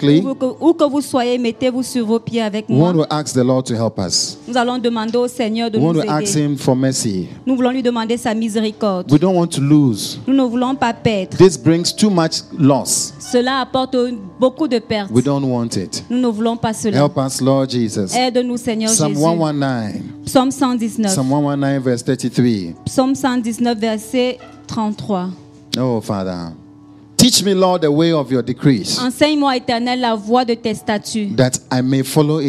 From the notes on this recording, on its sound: Preached during Joyful Hour Sunday Service